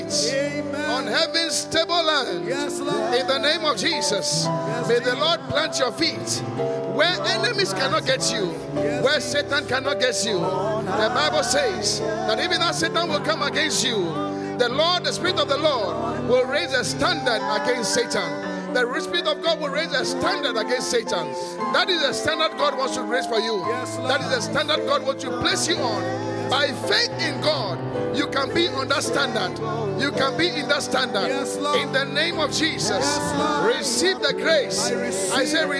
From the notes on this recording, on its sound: Preached at the Qodesh